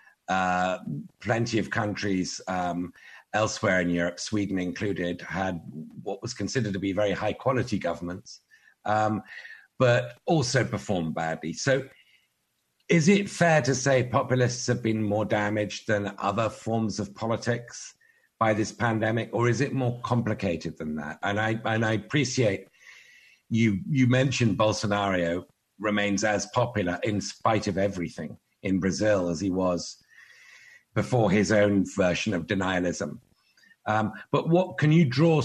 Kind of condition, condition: link, video call